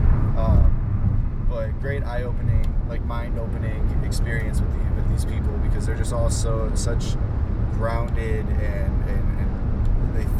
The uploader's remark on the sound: While driving through the Sonoma wine region of northern California